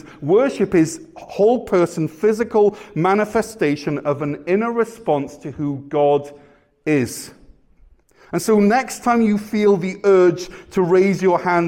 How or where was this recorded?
large echoing room